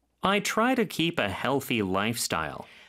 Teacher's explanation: style 할 때는 T를 쌍디귿 발음으로 해주시면 좀 더 편합니다